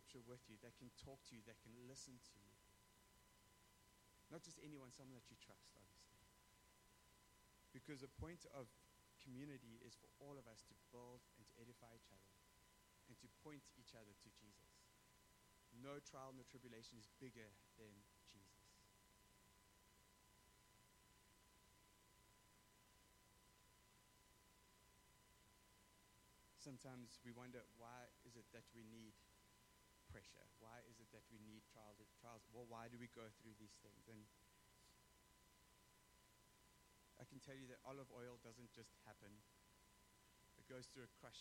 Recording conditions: poor sound quality